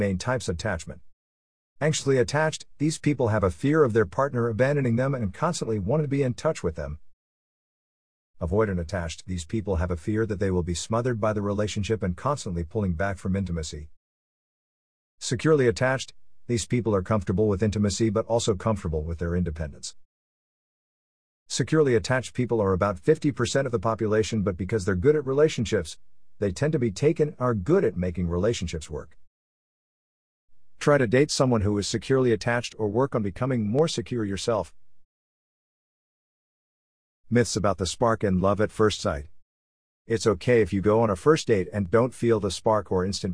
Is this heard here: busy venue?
no